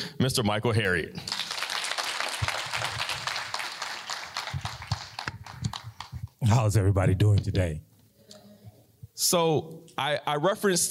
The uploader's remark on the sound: Originally recorded during Grambling State Homecoming in October 2022. On location at Grambling State University. Address a live audience of students.